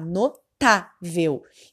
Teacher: a sílaba tônica mais forte tá no tá, notável. Então, ela é uma paroxítona.